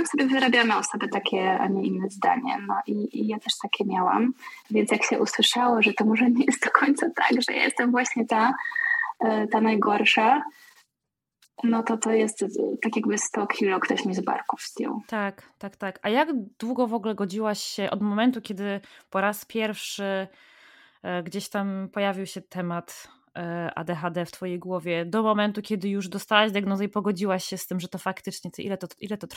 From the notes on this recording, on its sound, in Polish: Ten odcinek niestety nie zachwyca jakością dźwięku. Zdecydowałam się jednak wypuścić tę rozmowę pomimo jakości nagrania.